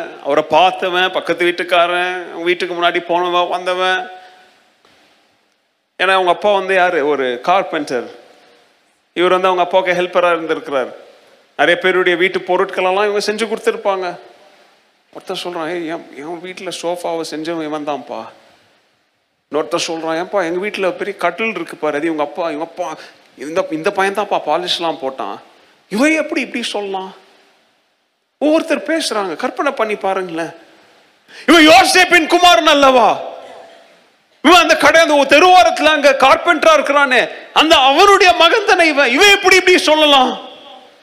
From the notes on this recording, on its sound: Missions Sunday Second Service Sermon Live